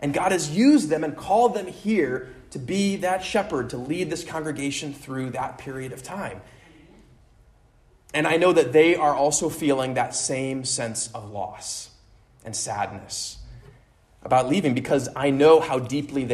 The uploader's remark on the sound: at Immanuel Lutheran Church in Pasadena, CA on 6/11/23